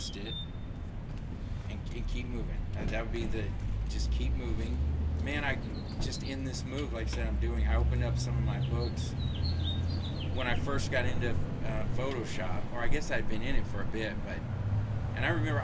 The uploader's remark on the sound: Teaching Outside a Coffee Shop in Wichita Falls, Tx. I turned the cameras on and recorded our lunch date.